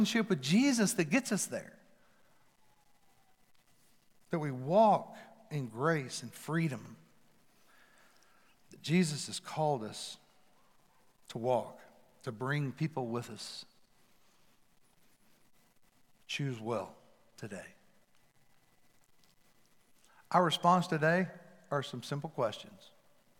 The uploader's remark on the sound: Recorded live at The Fellowship at Mt Juliet on April 11, 2021